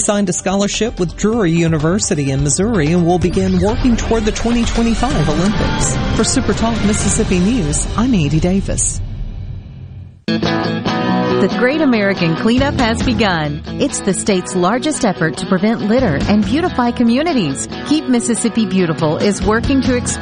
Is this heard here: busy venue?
yes